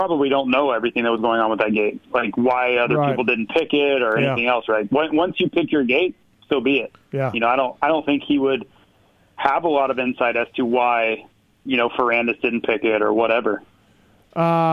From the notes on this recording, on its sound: On the line. Calls. Are in studio.